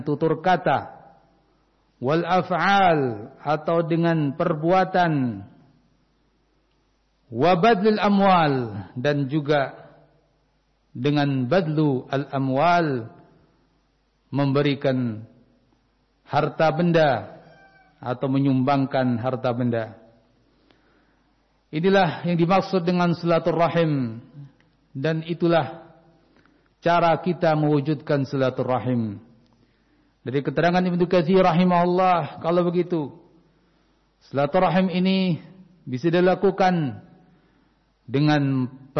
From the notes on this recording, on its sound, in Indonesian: Rekaman Khutbah Jum'at Ma'had Riyadhul Jannah Cileungsi Bogor. Pelaksanaan shalat Jum'at, dilaksanakan dengan mengikuti protokol kesehatan.